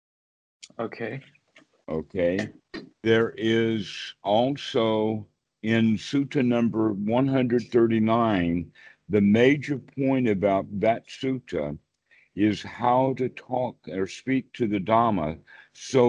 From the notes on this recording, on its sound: Skype calls on this channel.